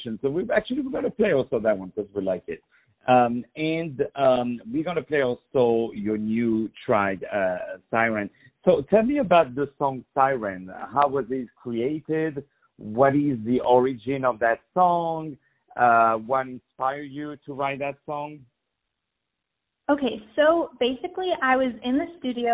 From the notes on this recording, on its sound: On the phone.